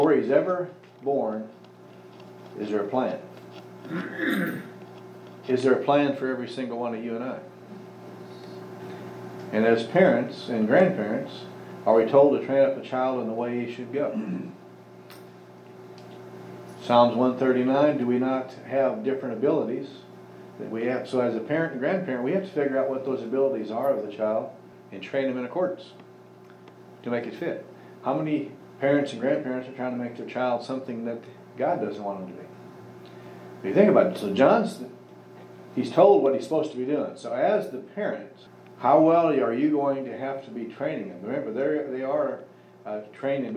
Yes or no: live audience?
yes